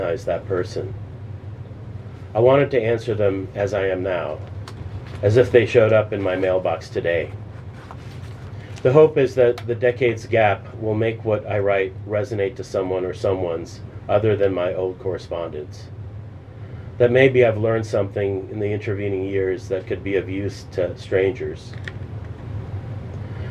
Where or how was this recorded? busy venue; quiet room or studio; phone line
busy venue